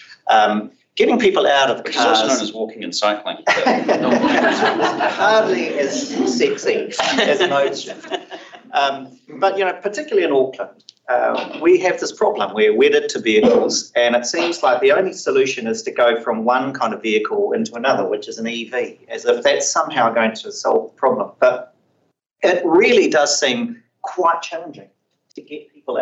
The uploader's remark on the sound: Live event during the Auckland Climate Festival. This Climate Business - Live!